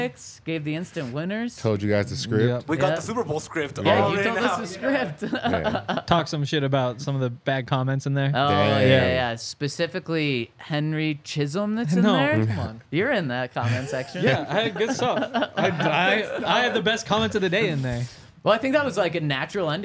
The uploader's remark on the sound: coming to you LIVE from the DNVR Bar